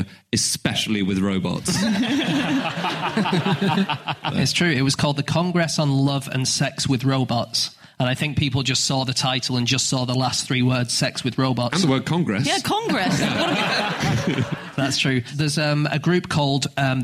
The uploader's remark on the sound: Live from the Birmingham mac theatre